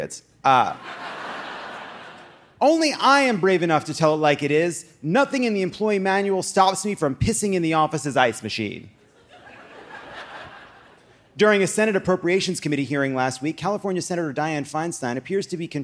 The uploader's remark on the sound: Live from Philadelphia!